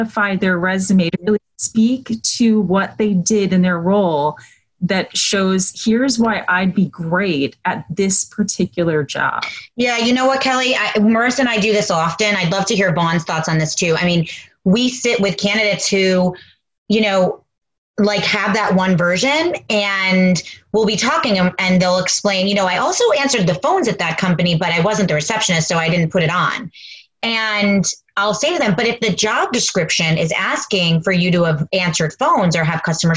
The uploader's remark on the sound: Live from Home. Moderate a virtual panel.